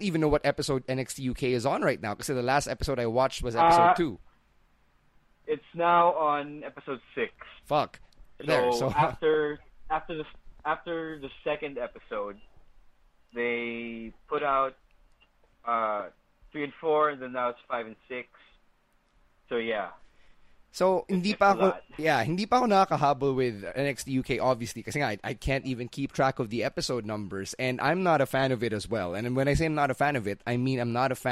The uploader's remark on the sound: It's another phone call episode of the Podcast